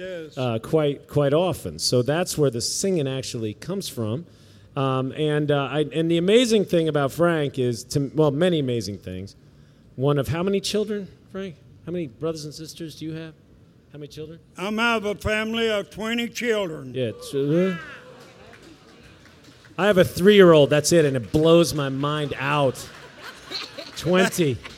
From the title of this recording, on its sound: workshop Richmond Folk Festival (2014)